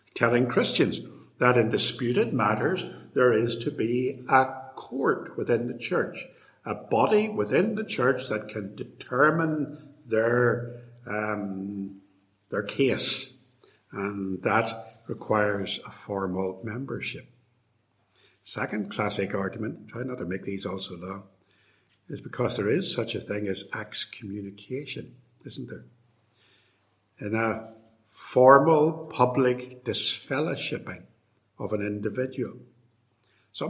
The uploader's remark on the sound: In this lecture, delivered at Templepatrick Reformed Church in February 2020